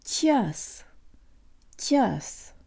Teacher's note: The ч is soft, so the tongue is high, and there's almost a y sound built in.